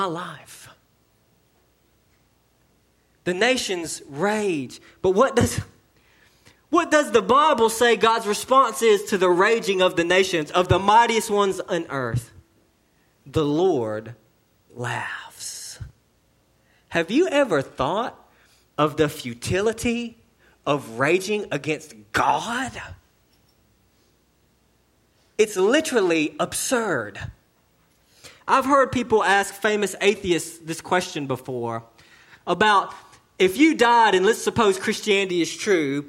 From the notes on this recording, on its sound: sermon delivered to Cottondale Baptist Church in Eastman, GA on 2/3/19 AM